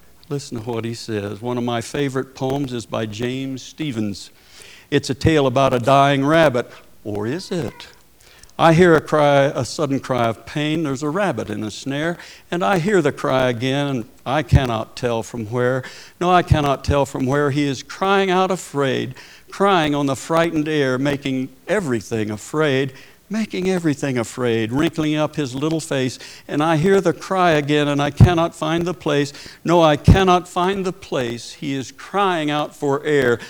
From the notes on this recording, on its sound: Preached at Paradise Valley Christin Church.